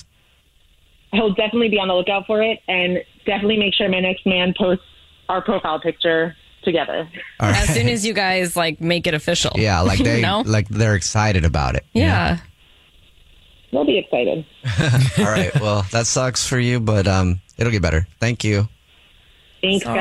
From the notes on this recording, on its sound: There is a woman on the phone who thinks her husband is cheating on her.